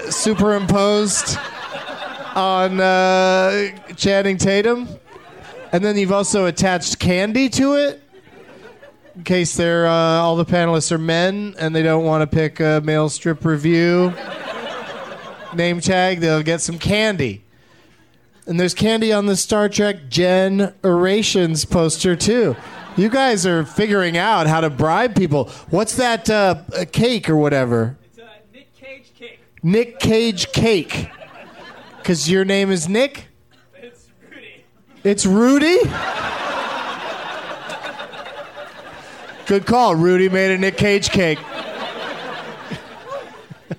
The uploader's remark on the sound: Live from the Punchline in Sacramento, CA